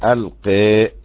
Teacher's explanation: يقرأ بالإمالة ألقي يميل الألف للياء